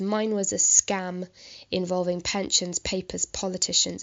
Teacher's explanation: In the end of the first stanza, it says, mine was a scam involving pensions, papers, politicians in and out of their pram. And the sort of plosive alliteration there, it's almost like, you know, you're spitting the words out